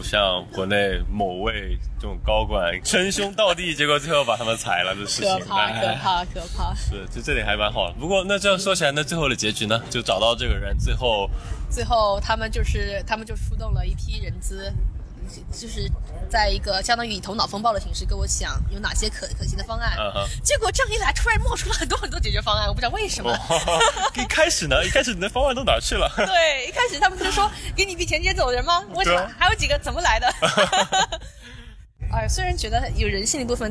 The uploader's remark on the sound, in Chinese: 户外录音，稍有杂音，多谢谅解